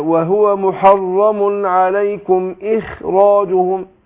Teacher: على اصل القاعدة ان هنا الخاء تاخد ادنى درجات تفخيم لان هي من حروف خص ضغط انقظ، لكن بتتأثر بالكسر سواء كان الكسر هي مكسورة نفسها او ساكنة وما قبلها مكسور، فعلى القاعدة هتاخد ادنى درجات التفخيم.